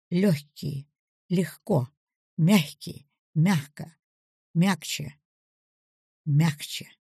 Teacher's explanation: А вот сочетание «г», «к» и «г», «ч» — «легокий», «мягокий». Звук «г» произносится по-прежнему как «х».